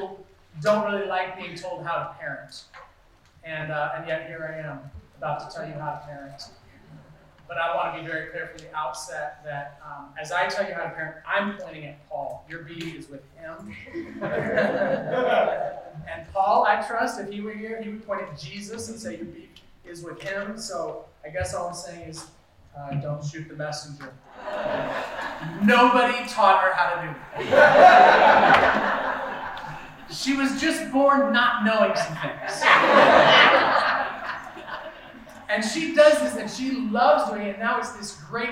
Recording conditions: poor sound quality